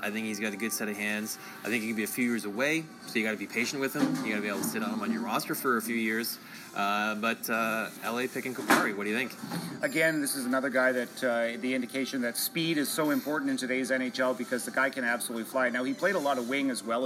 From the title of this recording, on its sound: Live from the NHL Draft